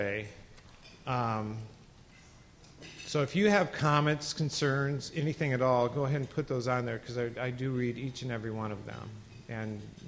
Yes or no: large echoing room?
yes